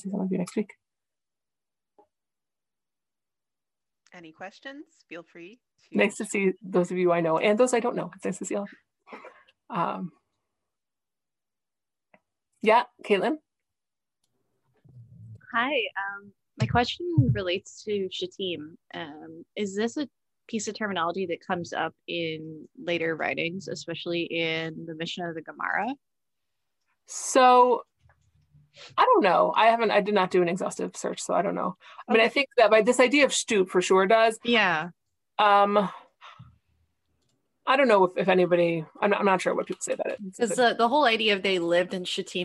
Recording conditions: video call